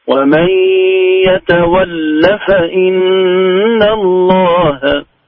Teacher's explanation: يتولى فإن بدون مد في اللام